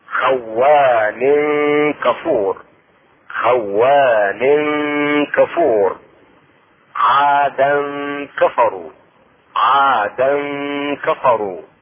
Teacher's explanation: اخفاء التنوين عند الكاف مع الغنة، والغنة حركتين تخرج من الخشوم